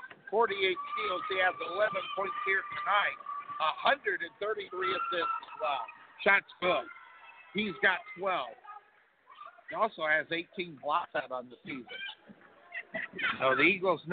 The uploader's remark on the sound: Live Play-by-Play Texas HS Basketball